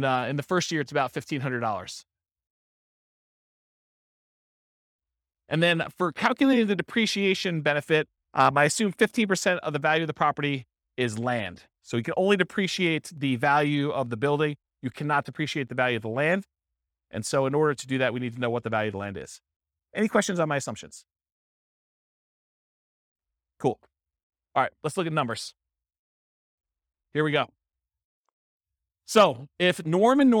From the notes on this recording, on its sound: This was a live class recorded